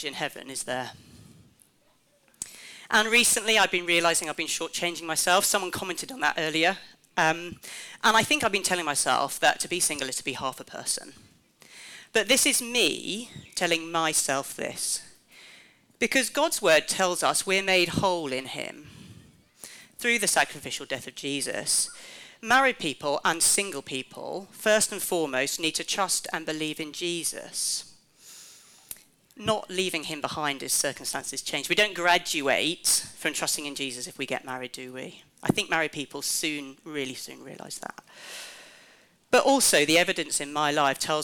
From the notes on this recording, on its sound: This last talk from REVIVE, our annual festival bringing the churches of the network to a field in Canterbury for a weekend of Bible Teaching, Worship, and great fellowship together as churches.